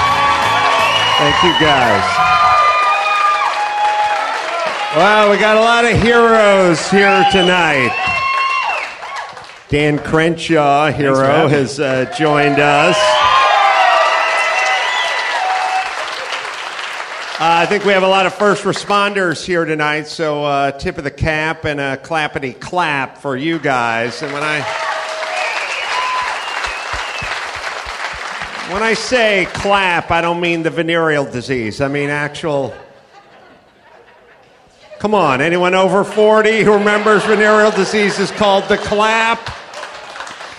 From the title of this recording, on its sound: Live from the Houston Improv